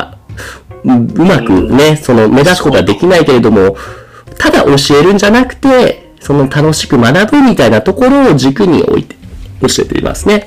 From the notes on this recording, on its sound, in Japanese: 今回機材トラブルで音割れが発生しております